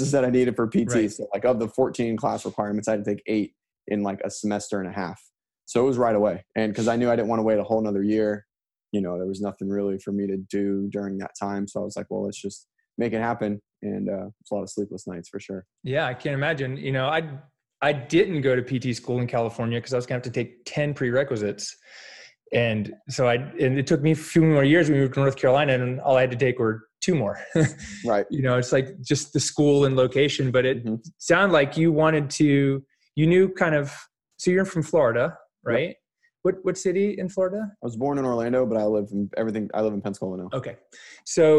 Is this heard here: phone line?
no